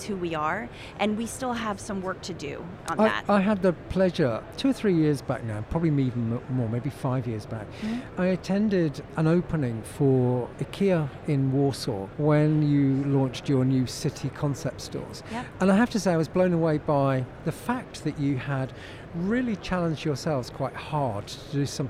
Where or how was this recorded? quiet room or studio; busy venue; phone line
busy venue